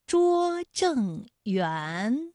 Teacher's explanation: 园的韵母是乌安，它就是前鼻韵母